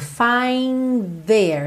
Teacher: Você nem chega a fazer o D do find. Você já vai com a linguinha lá na pontinha dos dentes da frente pro there